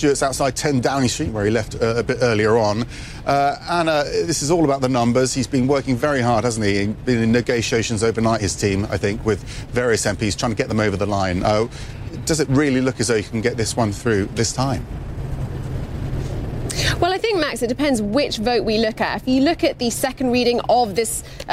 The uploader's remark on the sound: Live from the New York Stock Exchange.